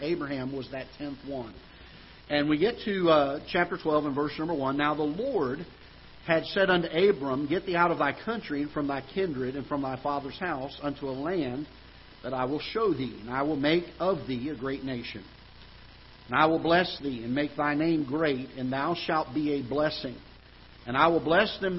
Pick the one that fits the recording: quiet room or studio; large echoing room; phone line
large echoing room